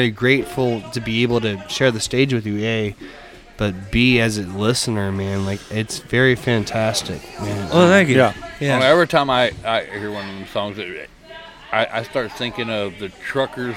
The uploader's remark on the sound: Recorded at the Pacific Yard House in downtown Conroe, Texas! Recorded at the Pacific Yard House in downtown Conroe, Texas!